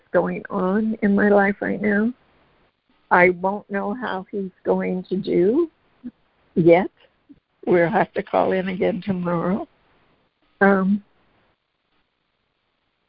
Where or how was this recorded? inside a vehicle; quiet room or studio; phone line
phone line